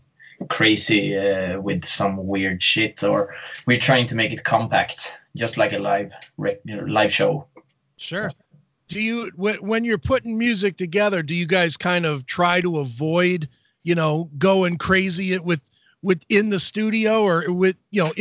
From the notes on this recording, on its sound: skyped